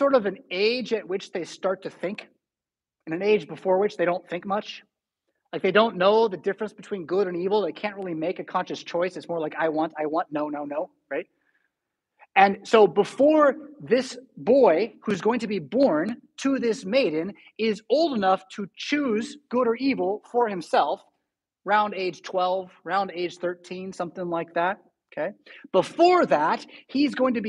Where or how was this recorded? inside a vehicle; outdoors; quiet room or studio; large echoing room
large echoing room